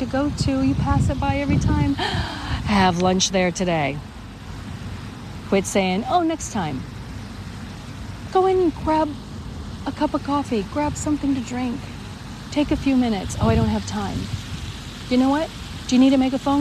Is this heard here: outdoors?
yes